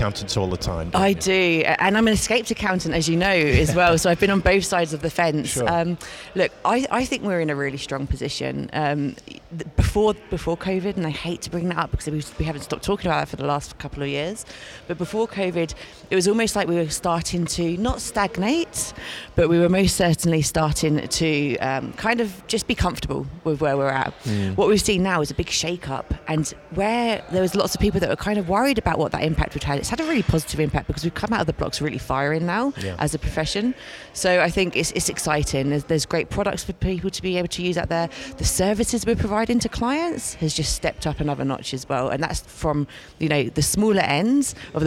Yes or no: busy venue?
yes